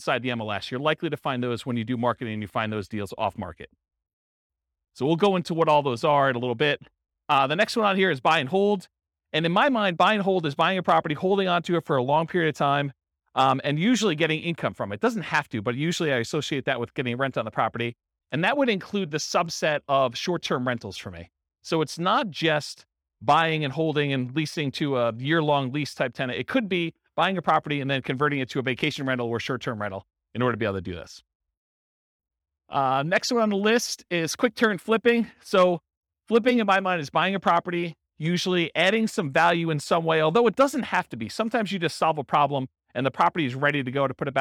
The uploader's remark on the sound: This was a live class recorded